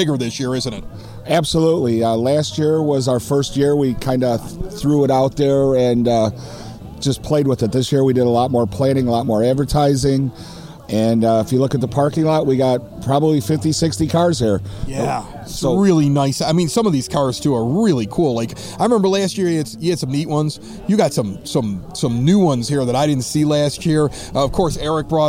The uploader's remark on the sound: We recorded this "30 Minutes of Good" from Evergreen Park's Picnic In the Park on Thursday in Klein (Circle) Park and at The American Legion Car Show on Saturday. Many folks enjoying summer in the EP!